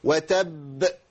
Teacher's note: الجيم المشدده اللي عليها شده، الميم الجيم اللي عليها شده، اي حرف من حروف القلقله عليه شده بقف عليه بزمن طويل شويه. اقول وتب، لازم ابين التشديد، ابين زمن الحرفين